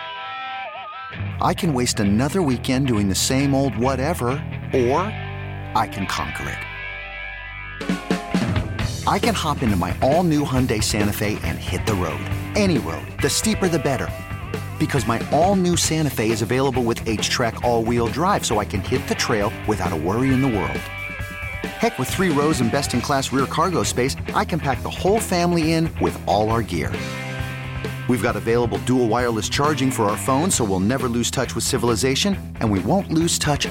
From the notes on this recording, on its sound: broadcast live from the Linc.